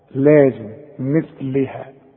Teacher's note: طلع لسانك في الثاء